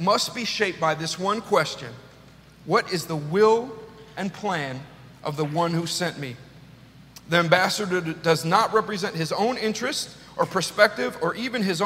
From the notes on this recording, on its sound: This message was delivered on September 18th 2022 at New City Fellowship: West End. At New City Fellowship: West End in St. Louis, MO.